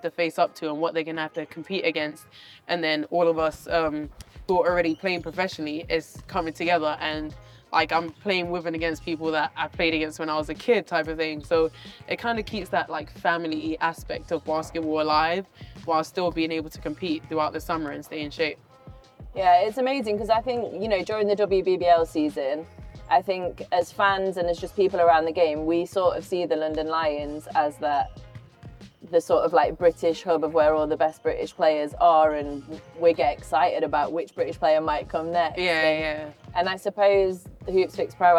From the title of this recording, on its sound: A BBL Trophy Final SPECIAL from Glasgow's Emirates Arena